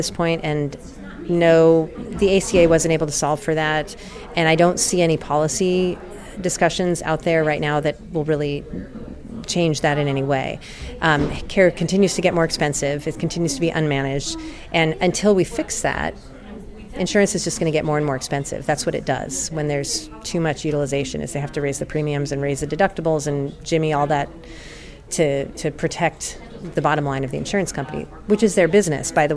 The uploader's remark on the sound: Live from #WinterTech